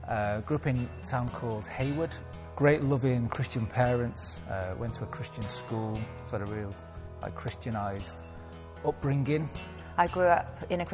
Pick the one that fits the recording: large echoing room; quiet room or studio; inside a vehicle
large echoing room